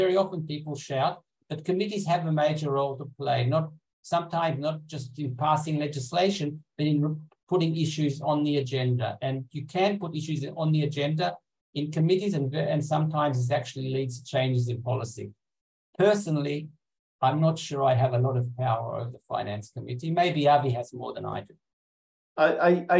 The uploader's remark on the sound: In this recorded webinar.